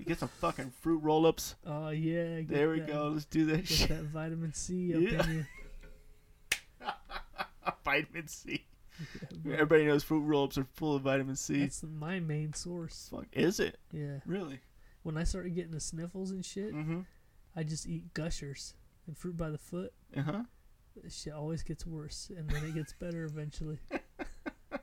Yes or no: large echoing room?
no